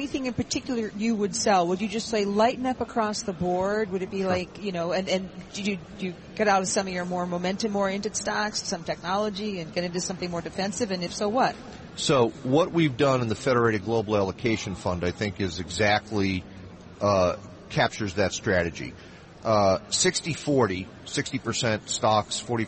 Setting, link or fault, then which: setting, busy venue